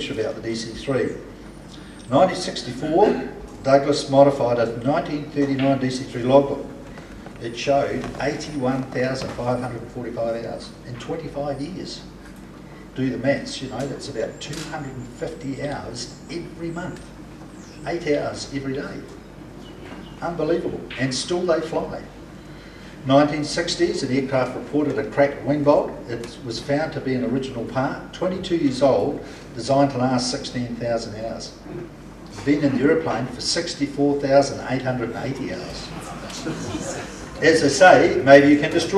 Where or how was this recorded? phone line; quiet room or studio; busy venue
busy venue